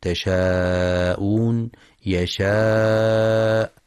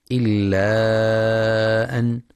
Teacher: كلاهما يمد 4 أو 5 حركات لحفص من طريق الشاطبية